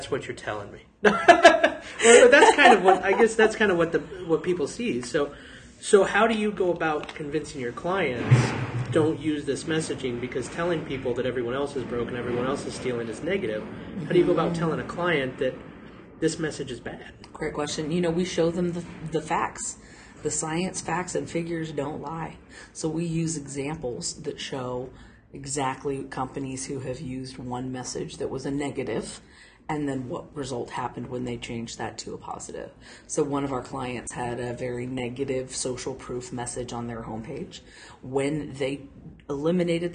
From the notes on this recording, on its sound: Once again, recorded in the hallway (and still very obviously between sessions at the event) at the OnBrand Conference in Omaha – a collaboration of the local AAF , AIGA , AMA , and PRSA chapters. This is the last of the podcasts recorded at OnBrand 2018.